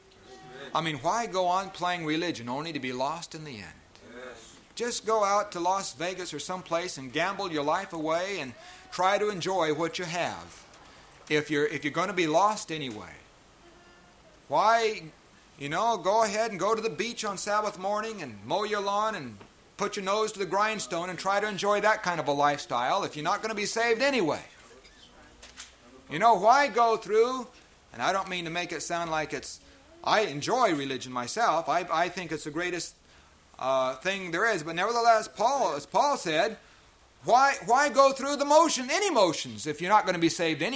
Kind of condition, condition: setting, live audience